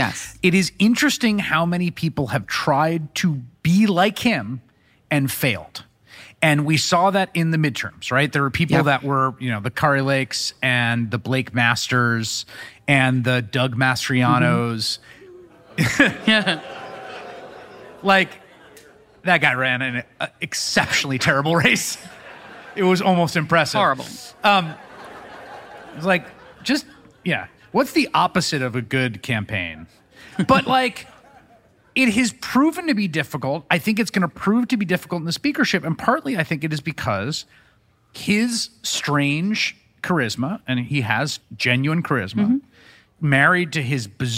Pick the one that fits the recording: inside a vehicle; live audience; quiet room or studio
live audience